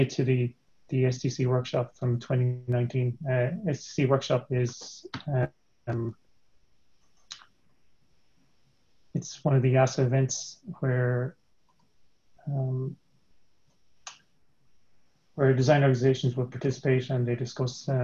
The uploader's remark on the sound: APTN Zoom Call